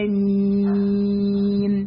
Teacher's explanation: مش مد ست حركات، لأن الميم مخففة وليست مثقلة، مش مشددة